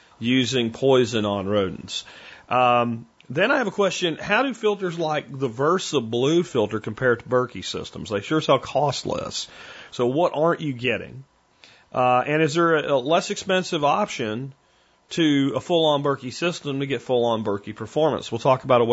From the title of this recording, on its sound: Listener Calls